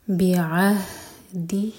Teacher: عین حلق سے اور ہا سینے سے. عہ بعہدہ دی پر زور دیں گے.